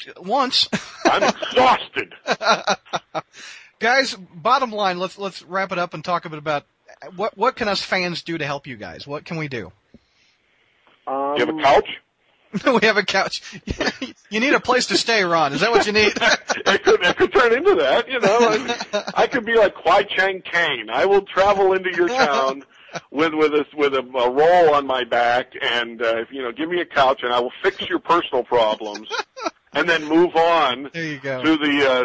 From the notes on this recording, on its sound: With Live Callers. We take live callers from around the world.